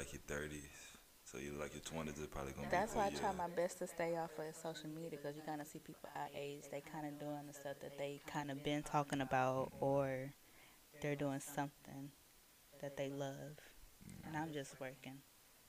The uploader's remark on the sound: The audio was messing up